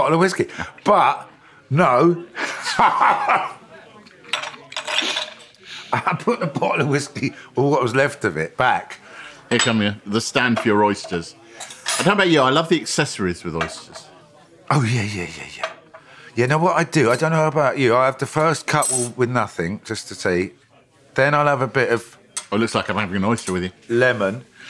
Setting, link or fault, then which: setting, busy venue